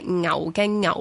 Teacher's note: 正确嗰个一只牛嘅牛咧，应该系有 ng 声母嘅